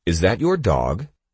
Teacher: When you ask a question such as, Is that your dog? your voice will rise at the end of that sentence.